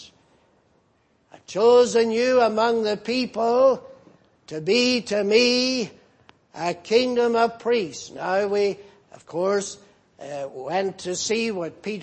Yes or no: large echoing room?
yes